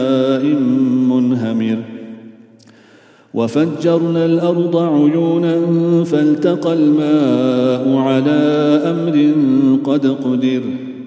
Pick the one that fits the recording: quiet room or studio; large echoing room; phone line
large echoing room